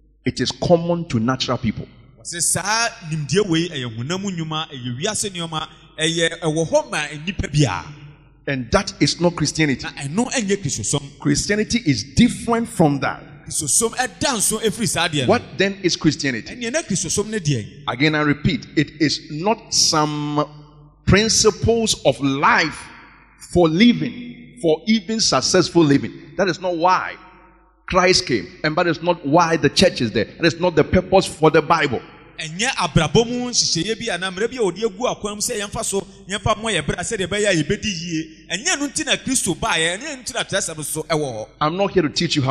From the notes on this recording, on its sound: Preached at Grace and Truth Tabernacle int.